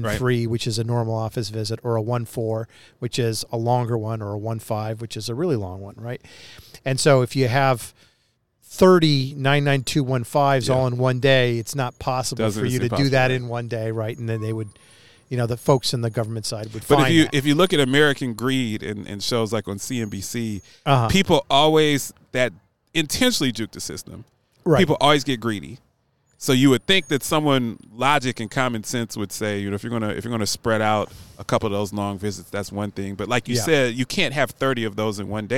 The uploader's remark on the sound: broadcasting from Downton Nashville at the Music City Center at the VIVE Healthcare Tech Conference